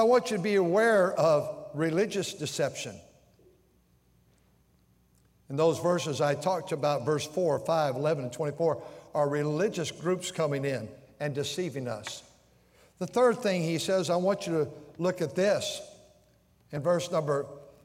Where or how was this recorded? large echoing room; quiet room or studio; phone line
large echoing room